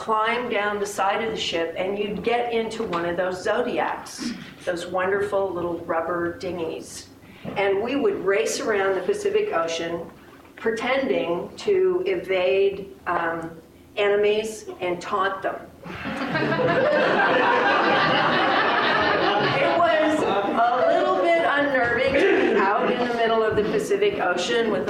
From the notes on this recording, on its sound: on stage at Hipbone Studios for live storytelling with Portland Story Theater